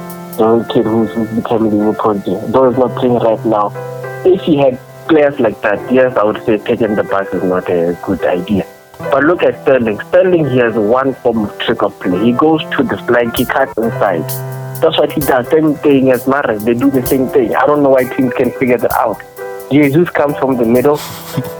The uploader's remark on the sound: my first podcast guest (call in)